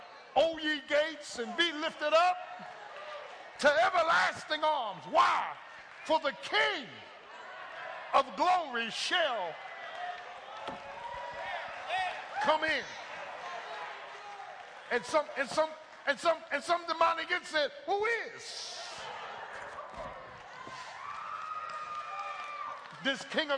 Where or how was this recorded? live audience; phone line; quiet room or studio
live audience